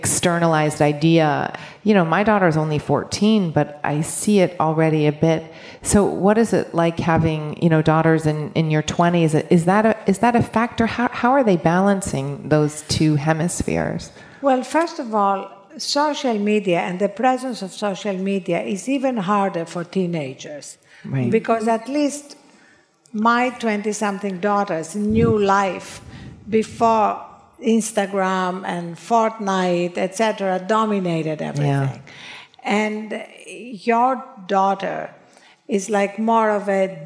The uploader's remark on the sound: a chat at In goop Health in New York City